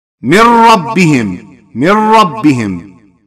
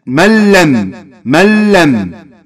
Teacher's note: غنة ماكو هذا الصوت اللي قلنا عليه الحركتين ويظهر من الأنف وإنما تدمج النون مع الراء والنون مع اللام فتصير حرف راء مشدد ولام مشدد · Term: إدغام بغير غنة